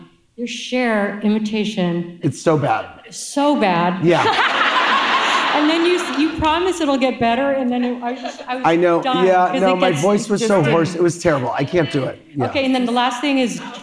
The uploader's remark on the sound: In front of a live audience. With thanks to the recording team at the Live Talks Los Angeles event at Aratani Theatre in downtown Los Angeles.